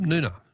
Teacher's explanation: Noonga is pronounced with a silent G.